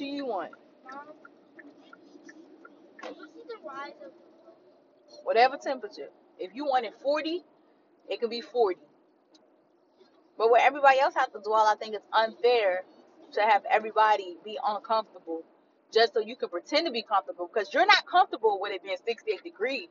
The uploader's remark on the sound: My bad for the audio we was driving in the backwoods so it’s a lil muffled…